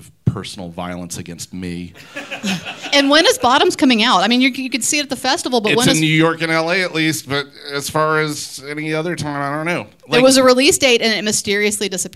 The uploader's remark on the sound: LIVE at the 2023 Sidewalk Film Festival. Recorded Live by Boutwell Studios.